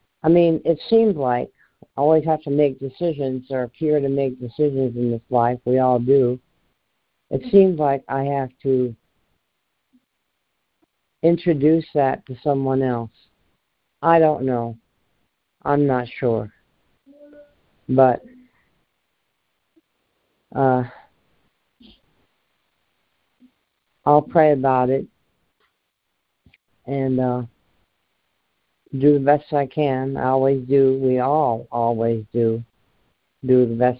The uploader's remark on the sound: ACIM Daily Conference Call.